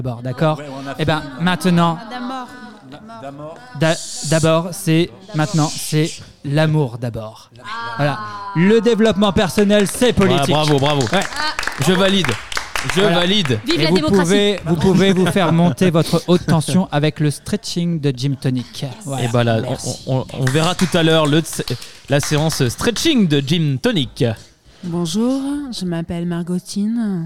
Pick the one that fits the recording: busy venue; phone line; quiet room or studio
busy venue